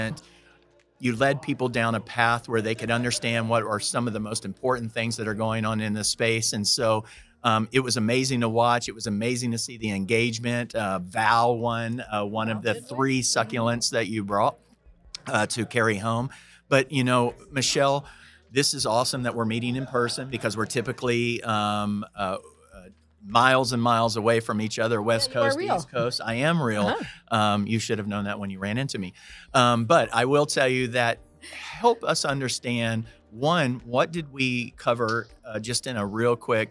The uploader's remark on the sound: SOCAP Spring Symposium Podcast Booth '23